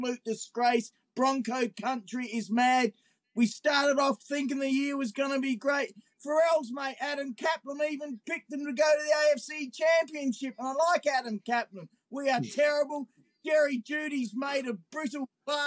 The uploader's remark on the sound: At Commonwealth Stadium. I'm outside Commonwealth Stadium talking CFL week 18, Als vs EE Grey Cup's rivalry, more.